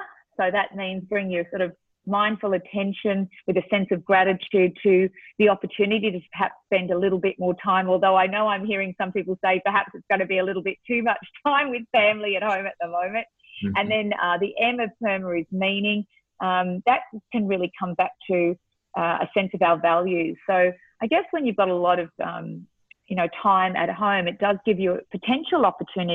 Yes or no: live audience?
no